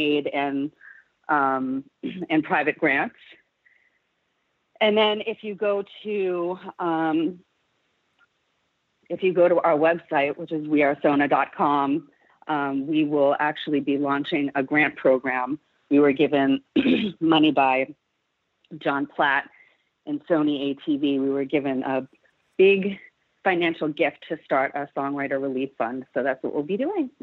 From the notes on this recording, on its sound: Special call-in guests. Telephone interview.